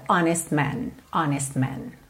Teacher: Nesse caso aqui, é mais prático ligar honest man, honest man. Ou seja, eu fiz o meu S, já tô fechando a boca pro M, então acaba que o T não aparece quase nada.